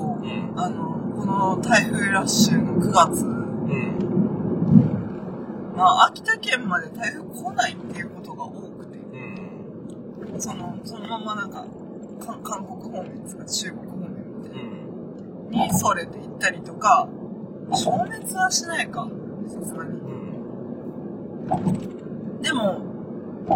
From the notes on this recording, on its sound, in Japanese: 車の中第2弾。ドライブな2人をお届けします。